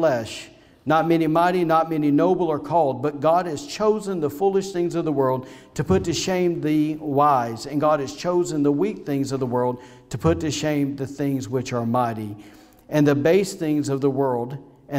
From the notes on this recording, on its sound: was recorded on Sunday, December 13, 2020, during service at The Anchor Church in Rockport, Maine.